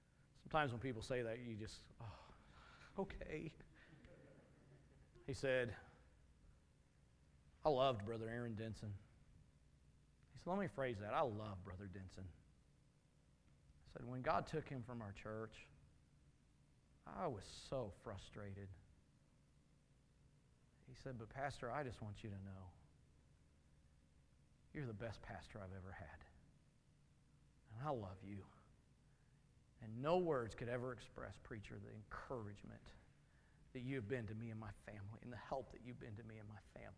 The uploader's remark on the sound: Message from Sunday evening service